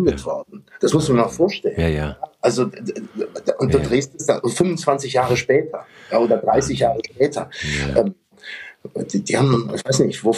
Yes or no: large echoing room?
no